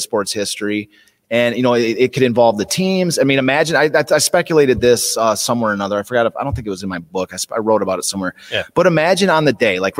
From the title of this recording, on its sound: Live from Detroit Historical Museum